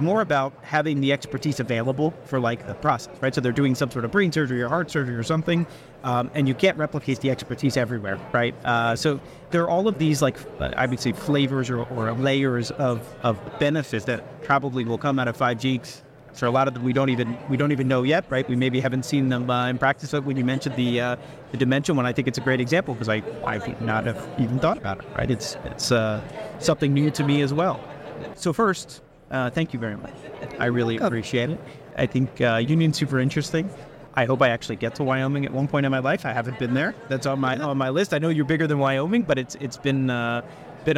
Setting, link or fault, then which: setting, busy venue